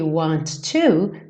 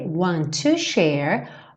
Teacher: aqui want to, soa somente um T